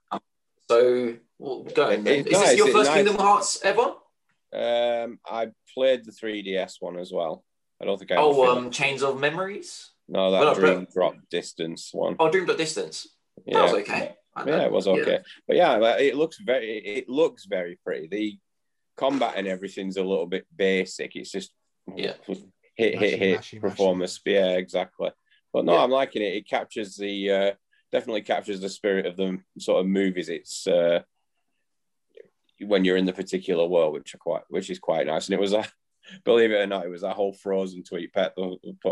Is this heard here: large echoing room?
no